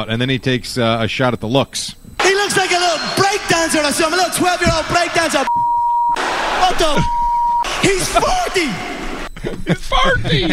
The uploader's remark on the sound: live from the Mohegan Sun